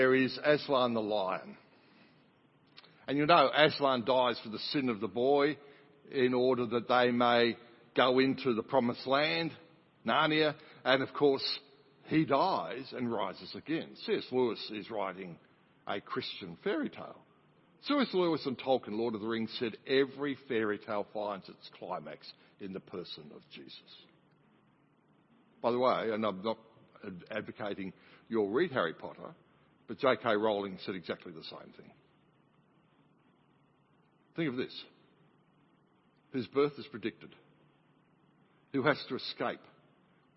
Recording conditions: large echoing room